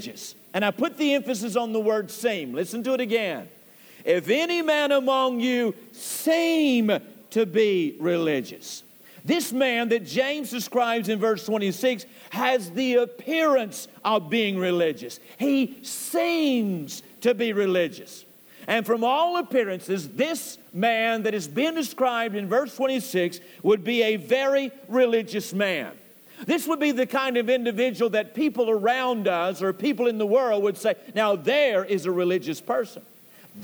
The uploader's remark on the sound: Temple Baptist Church Archive Podcast. During the PM service.